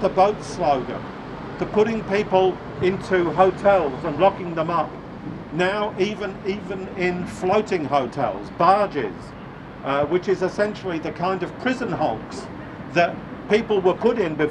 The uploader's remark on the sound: At a media conference outside the Exhibition Gardens. VCA MelbUni Strike Rally.